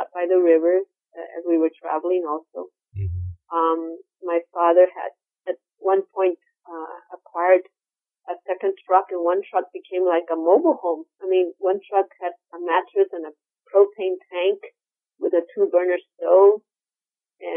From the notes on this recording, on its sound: I apologize for the sound quality of the interview, the phone connection was not very good.